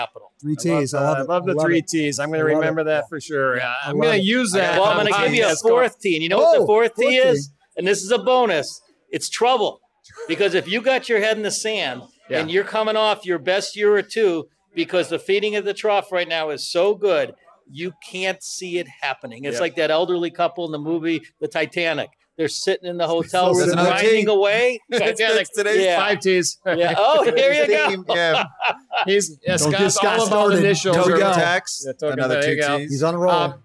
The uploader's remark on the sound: Is live from The Beer Temple in Chicago.